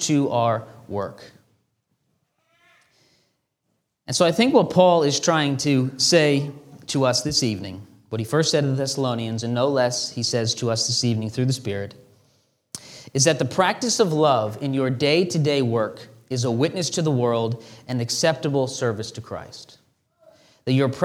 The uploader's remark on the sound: This sermon was delivered on April 9, 2023 at Antioch Presbyterian Church. A mission work of Calvary Presbytery of the Presbyterian Church in America located in Woodruff, South Carolina.